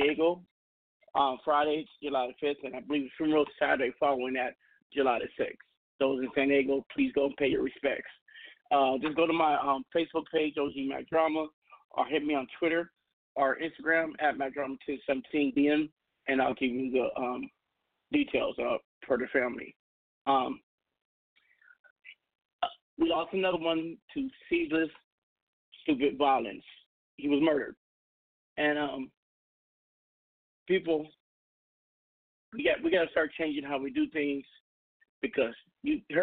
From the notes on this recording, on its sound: We have invited various people to call